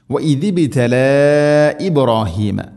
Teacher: മദ് മുൻഫസിൽ, നാലോ അഞ്ചോ ഹർക്കത്തിൻ്റെ ഖദറിൽ നീട്ടാവുന്ന മദ്.